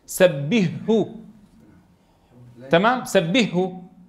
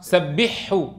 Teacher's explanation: بدل أن يدغم الحاء في الهاء فتخرج هاء مشددة، يدغم الهاء في الحاء فتخرج حاء مشددة، وكلاهما خلل.